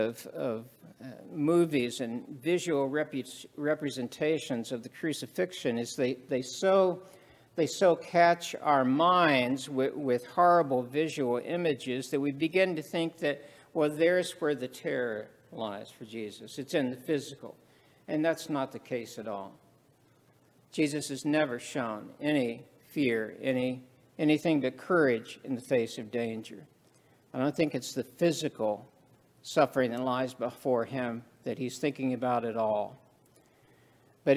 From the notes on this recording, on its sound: This sermon was preached at the Maundy Thursday worship service.